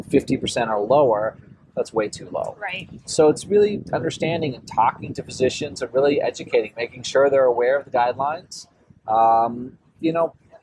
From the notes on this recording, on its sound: Listen to this live podcast from the 2023 American Society of Clinical Oncology (ASCO) Annual Meeting.